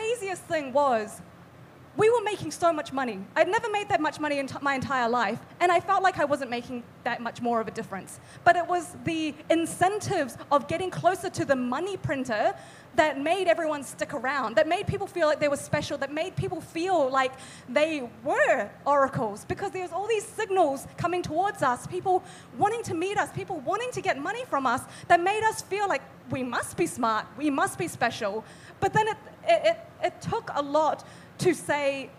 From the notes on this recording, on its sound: For Café Bitcoin Live at Pacific Bitcoin!